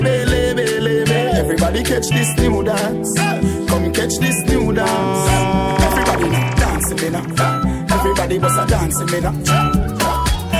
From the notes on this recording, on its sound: Live audio from Island Saturdays.